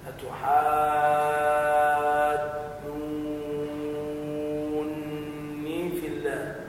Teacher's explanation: في كلمة أتحاجوني اجتمع مدان لازمان ستة وستة